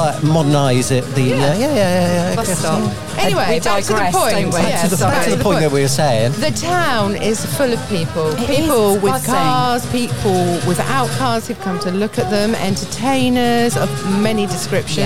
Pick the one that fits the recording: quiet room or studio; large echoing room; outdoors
outdoors